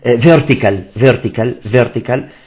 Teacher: ما أحد يقول أن هذه ال V لا تخرج من الشفة، تخرج من نفس خروج الفاء، ولكن هذه تخرج بطريقة وهذه تخرج بطريقة.